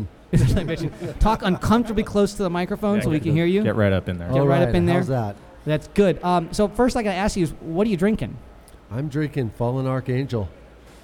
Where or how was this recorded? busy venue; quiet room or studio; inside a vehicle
busy venue